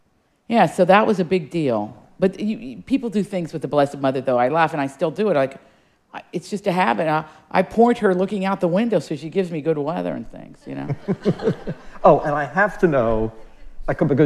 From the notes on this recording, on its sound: In this live audience episode.